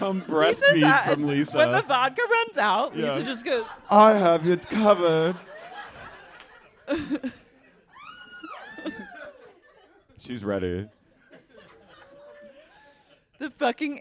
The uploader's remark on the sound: LIVE at Dynasty Typewriter Round II.